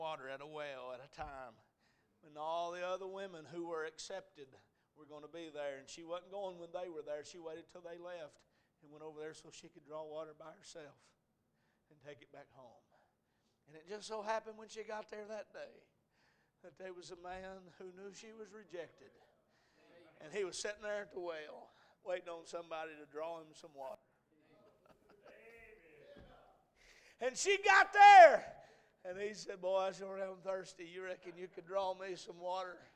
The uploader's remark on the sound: A message preached at Crossroads Baptist Church